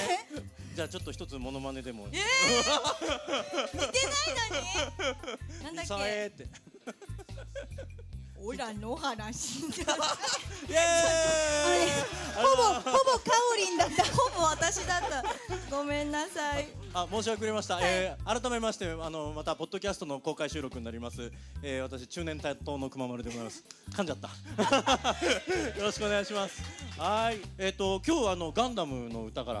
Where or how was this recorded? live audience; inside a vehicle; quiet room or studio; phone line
live audience